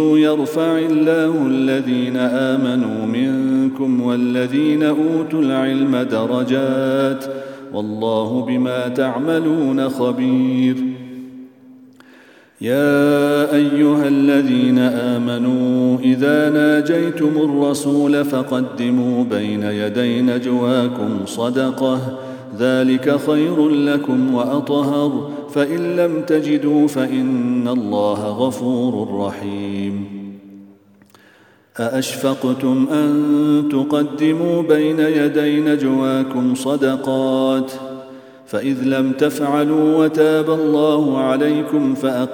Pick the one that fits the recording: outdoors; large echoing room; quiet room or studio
large echoing room